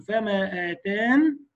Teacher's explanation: نقول فما آتان بسكون النون وحذف الياء